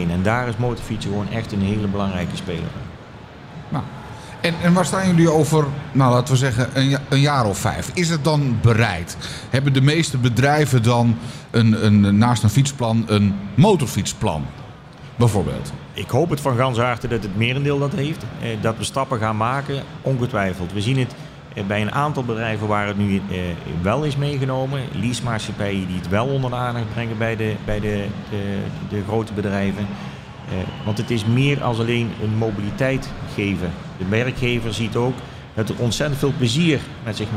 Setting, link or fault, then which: setting, busy venue